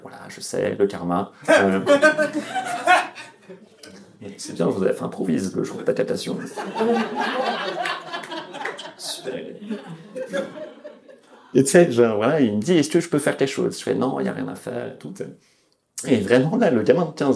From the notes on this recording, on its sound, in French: Captation réalisée au bar Charlie Et Sa Bière A Deux Balles le 30 novembre 2022.